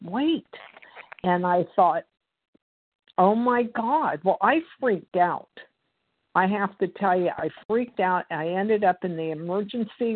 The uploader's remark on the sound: 100 Pounders Phone Meeting, 8/3/23